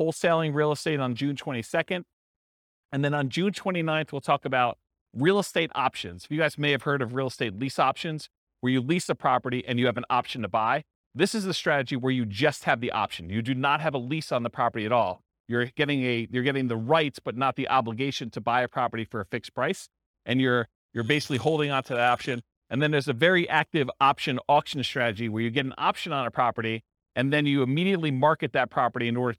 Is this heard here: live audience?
yes